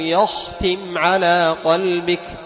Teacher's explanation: فالخاء مهموس والتاء مهموس تجاورا · Term: همس الخاء